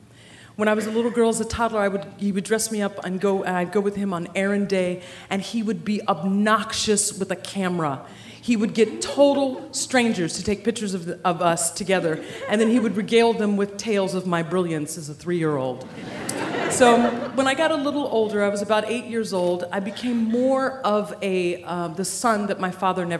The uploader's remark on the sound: Live in Iowa City